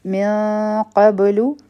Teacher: غټه اخفا کو، د نون ساکن نه پس قاف دی، په با به قلقلا کو.